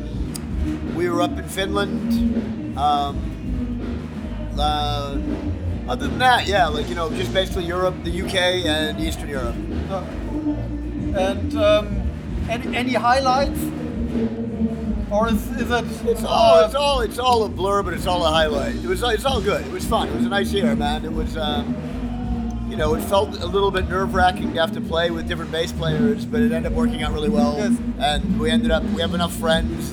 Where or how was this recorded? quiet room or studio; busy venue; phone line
busy venue